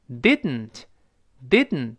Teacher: 注意舌尖是粘住的鼻子出气儿 · Term: 鼻腔爆破